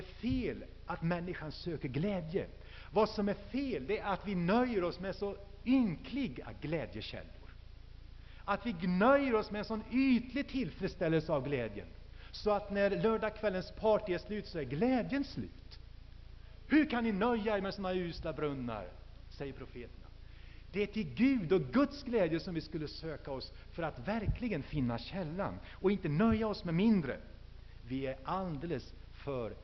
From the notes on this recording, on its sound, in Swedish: Inspelad i H&#246;n&#246; Missionsf&#246;rsamling